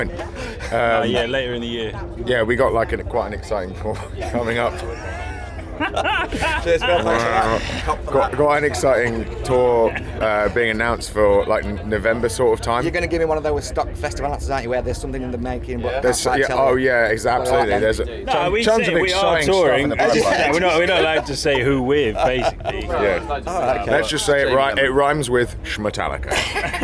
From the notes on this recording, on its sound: at Leeds Festival 2019 ahead of their set on 'The Lock Up' Stage